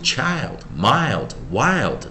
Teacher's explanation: I 通常就会念长元哦，就是，when I meets L D and or LT，哦，I pronounce at longvowel，哦，就是说意思就是说，I 这个字哦，很特别哦，在 I L D 的时候，我们其实是念长元，而不是短元 · Term: 长元音